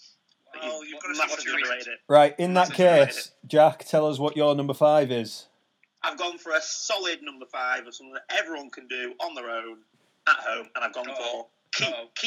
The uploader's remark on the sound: Because we're in quarantine we've had to do it over a phone link!